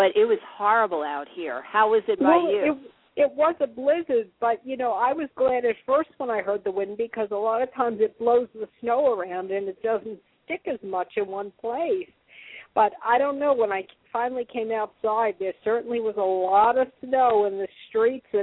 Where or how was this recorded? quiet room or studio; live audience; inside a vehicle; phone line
phone line